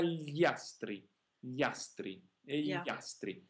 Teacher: la lingua tocca dietro, come gne, nello stesso punto, dietro, poi però scivola in avanti